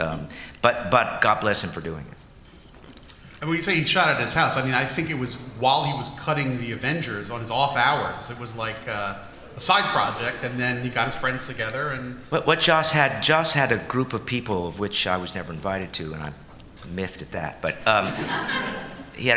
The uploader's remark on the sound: Recorded Live At Star Trek: Mission New York.